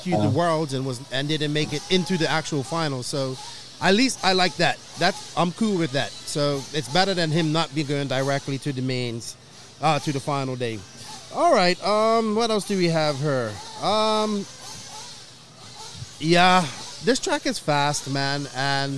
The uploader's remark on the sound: Live from Finals Day at the 2021 ROAR Nationals